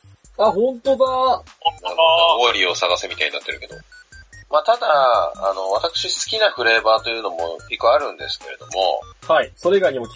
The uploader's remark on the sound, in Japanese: 深夜のテンションで喋っているので。ボドオレ初のスカイプ収録となります。一部音質が悪かったりもしますがご容赦ください。